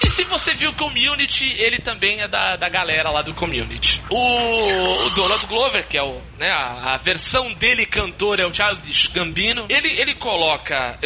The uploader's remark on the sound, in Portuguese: O episódio de hoje da Loserlândia foi gravado à meia luz em um barzinho de voz e violão.